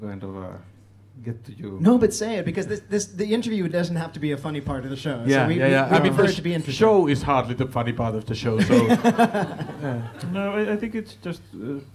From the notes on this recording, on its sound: Recorded at Mascot Bar & Live Stage on 3.